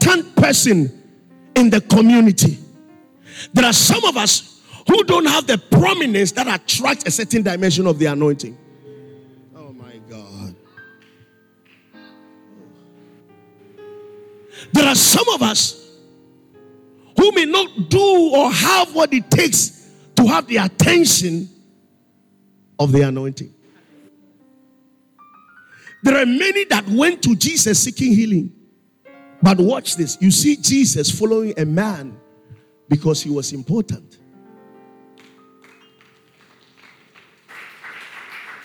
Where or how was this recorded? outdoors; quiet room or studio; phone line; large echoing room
large echoing room